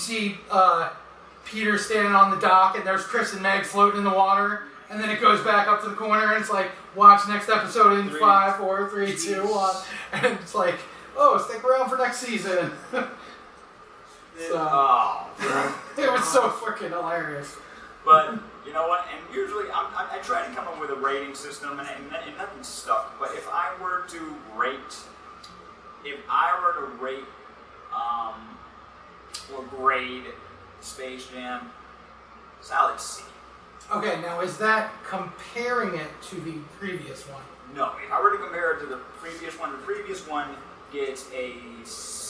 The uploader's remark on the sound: Thanks to audio issues it took a while for us to clean it up.